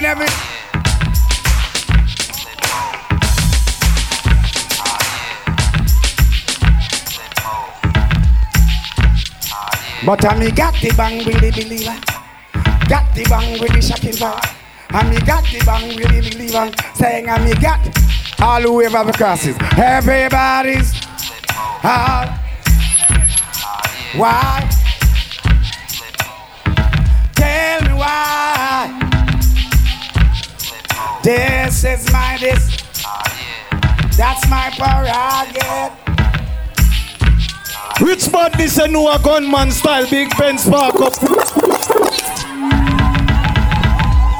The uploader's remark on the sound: MOTHER'S DAY AT BREW'D[LIVE AUDIO]